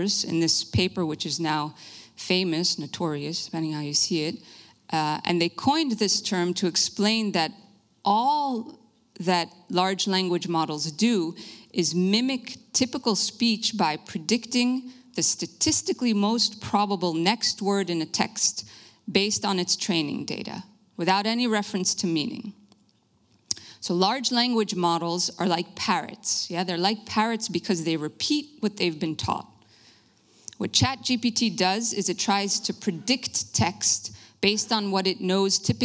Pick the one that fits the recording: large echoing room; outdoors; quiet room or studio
large echoing room